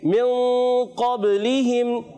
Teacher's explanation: نون کو چھپا کے ادا کرتے ہیں، اور ایک الف کا غنہ بھی ادا کرتے ہیں. ایک الف کا غنہ بھی ادا کرتے ہیں ماشاء اللہ. · Term: اخفا